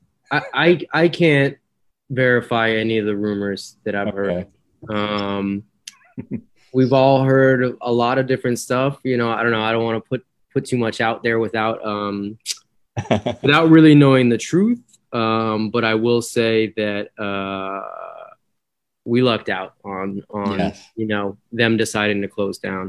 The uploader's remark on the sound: Recorded Live on Zoom